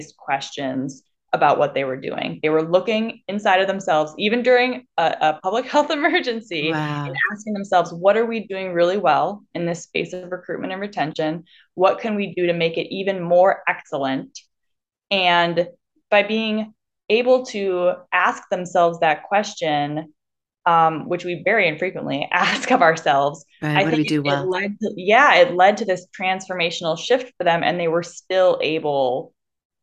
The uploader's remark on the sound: I’m live again via zoom